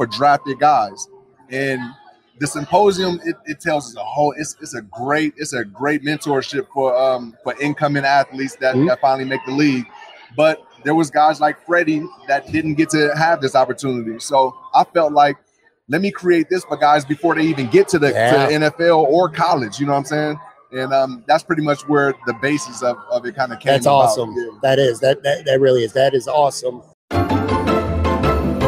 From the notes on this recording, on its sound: For a conversation recorded live at Imperial Pizza. Imperial Pizza (1035 Abbott).